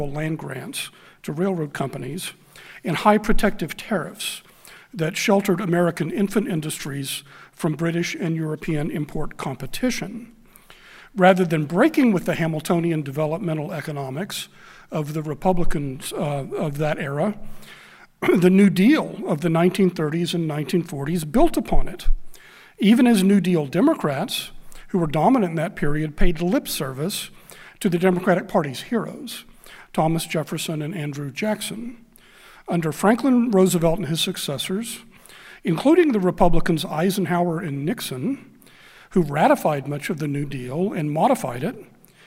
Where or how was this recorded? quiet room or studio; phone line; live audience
live audience